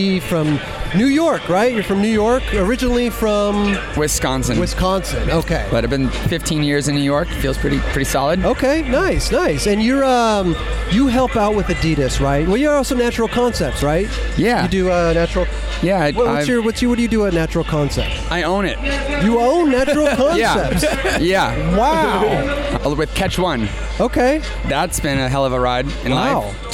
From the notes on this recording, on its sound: We were on location at the Adidas Skate Copa Court in Los Angeles.